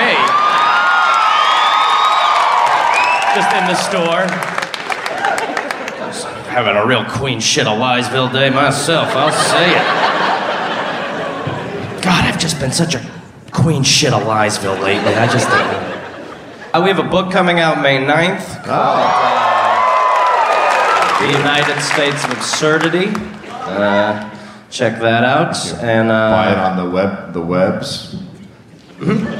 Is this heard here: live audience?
yes